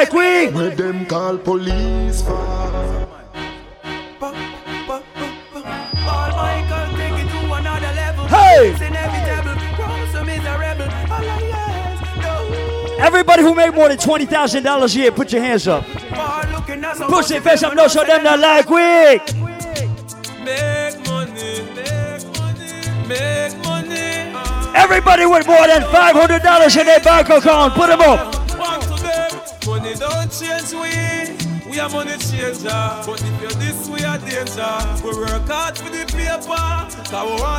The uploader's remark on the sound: LIVE AT CLUB DUBAI IN QUEENS NYC ON JULY 31st